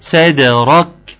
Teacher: الخطا في الصاد، ان انا طلعتها سين